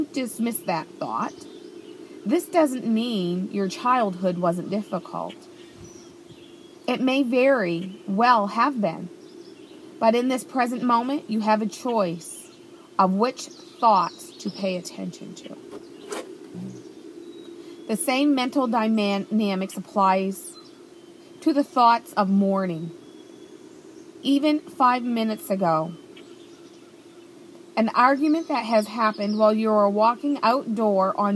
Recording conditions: phone or laptop microphone